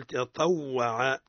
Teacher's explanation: تطوع من غير مد في الواو